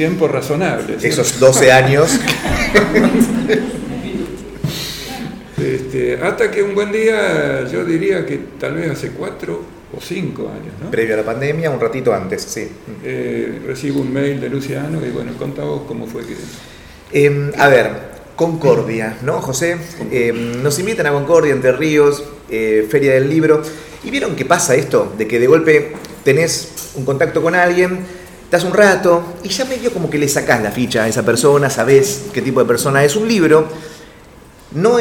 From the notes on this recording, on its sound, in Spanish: Compartimos la grabación del encuentro en la Biblioteca Nacional de la Gcomics Meetup #19